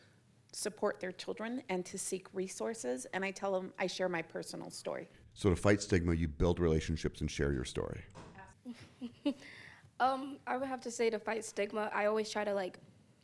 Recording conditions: live audience